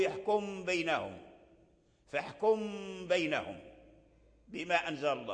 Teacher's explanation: إذن القلب أولا أي يقلب التنوين والنون الساكنة ميما ساكنة ليست محركة، ساكنة، حكم الميم الساكنة عند لقائها الباء الإخفاء